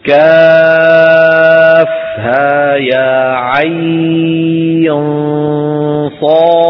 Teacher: جاء حرف عين في فاتحتي مريم والشورى، وفيه حرف لين بعده سكون لازم يعني أصلي، ويمد بمقدار أربع أو ست حركات · Term: مد اللين